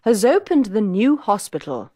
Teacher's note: the S in has is pronounced with the sound of the Z at the beginning of zoo